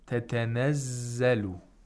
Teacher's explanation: The zay here has a tashdeed. You have to pronounce two zays. And the first one is sakin. The second one has a haraka. Of course, they merge.